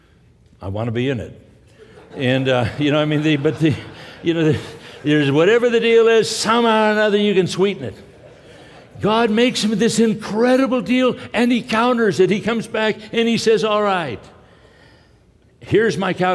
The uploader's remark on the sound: From the 2016 Southwest Men's Conference, Men of Character.